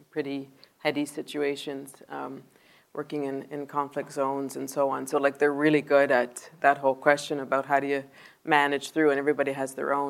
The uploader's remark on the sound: Live in Dundrum. A live chat in Dundrum recorded before an enthusiastic audience.